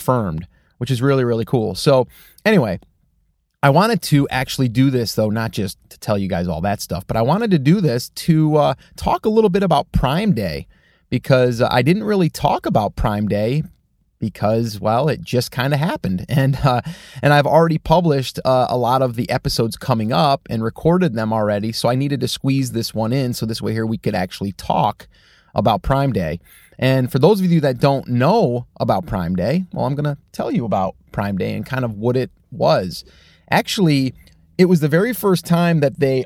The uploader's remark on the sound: In the car today